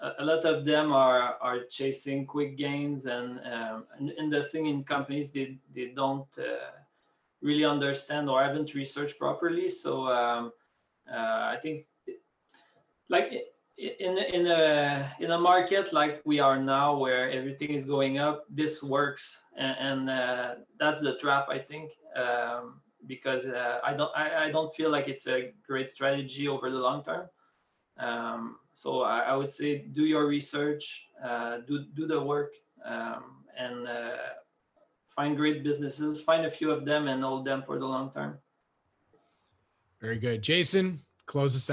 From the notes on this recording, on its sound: panel from this week’s SNN Network Canada Virtual Event